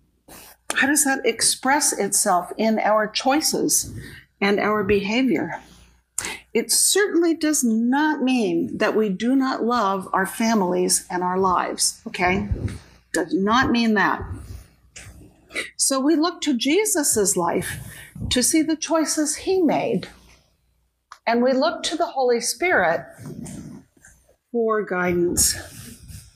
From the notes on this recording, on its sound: Each weekly podcast episode is a live recording from our church in San Jose, California.